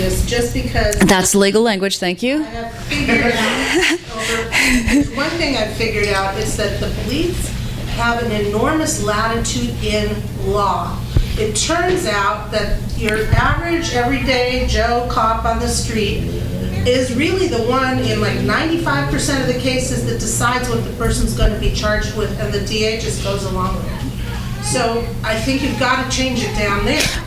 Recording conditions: live audience